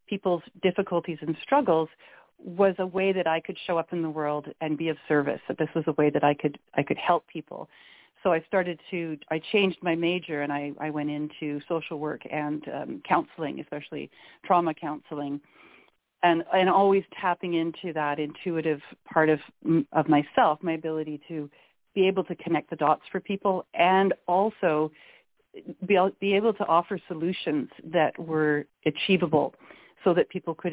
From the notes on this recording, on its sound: We will open the phone lines for questions for my guest.